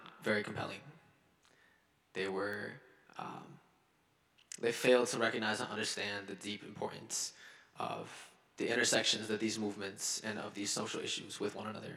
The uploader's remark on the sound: delivered convocation at Carleton's Skinner Chapel on Friday, October 6